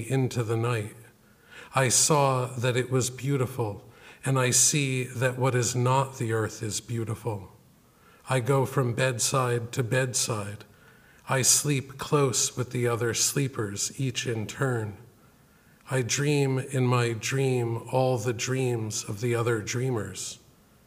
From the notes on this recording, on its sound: This lecture was given October 16, 2014, at Harvard University’s Woodberry Poetry Room. Thank you to the Woodberry Poetry Room for partnering with the Series for this event.